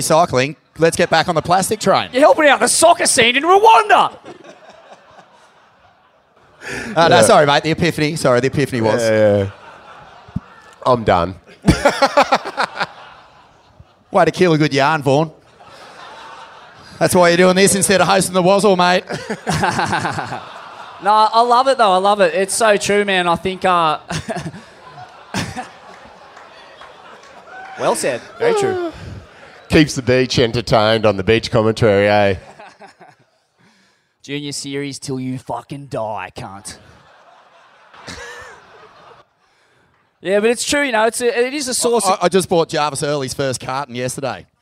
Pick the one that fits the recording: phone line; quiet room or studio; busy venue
busy venue